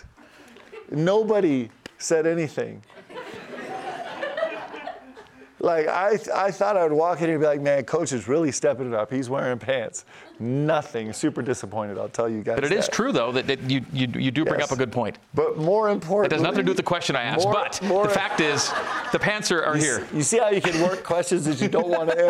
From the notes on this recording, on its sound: A live audience in Studio C.